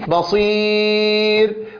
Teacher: أما ما يتعلق بالياء فنجد أن الياء تهتز فيها الأوتار أيضا لأنها مجهورة، بصير، ونجد أن وسط اللسان قد ارتفع إلى الحنك الأعلى